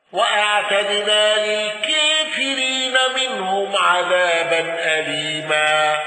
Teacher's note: الأزرق بتقليل الكافرين والنقل